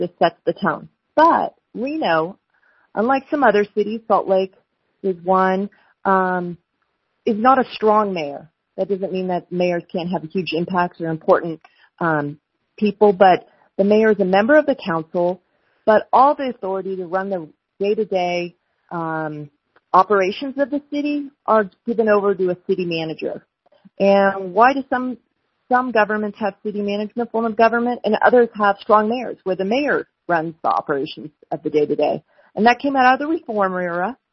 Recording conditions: phone line